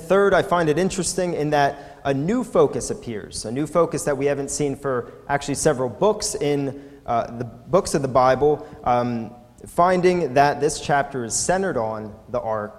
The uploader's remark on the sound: recorded at the Lebanon Bible Fellowship Church in Lebanon, PA on 6/17/2018 during the evening service